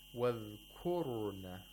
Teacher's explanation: The ra is pronounced with tafkhim.